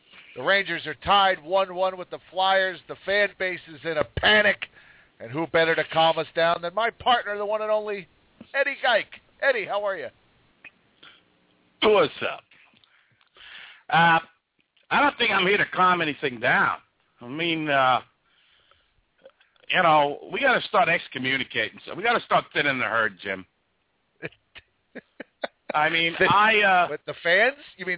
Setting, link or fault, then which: link, phone line